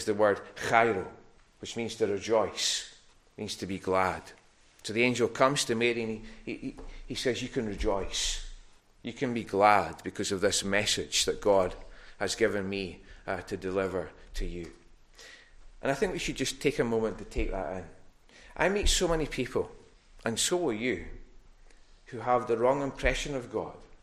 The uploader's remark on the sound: Recorded at North Harris Free Church on morning of Sunday 12th December 2021.